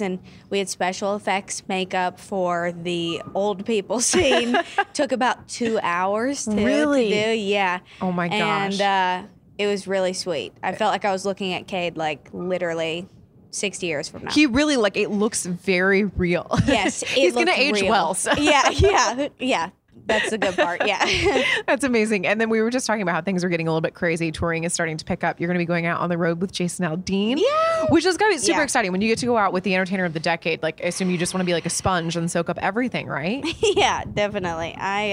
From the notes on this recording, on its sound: backstage at Audacy's Leading Ladies Live